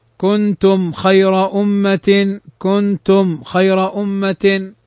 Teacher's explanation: فهنا تظهر الميم لأنها ميم أتى بعدها الخاء · Term: الإظهار